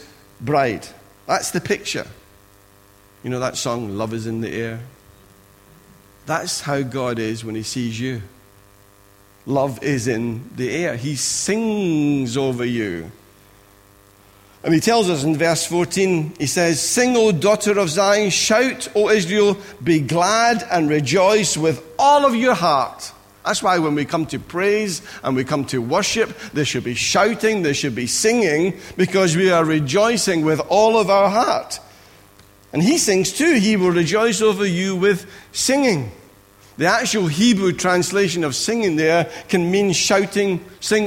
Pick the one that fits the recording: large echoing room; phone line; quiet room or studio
large echoing room